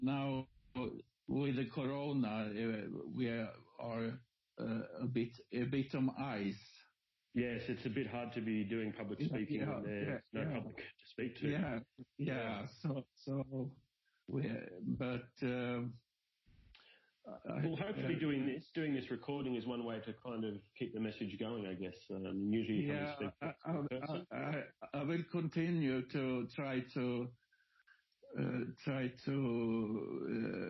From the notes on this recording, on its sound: Apologies for the sound quality on this one...it was our first try at doing an interview over the phone.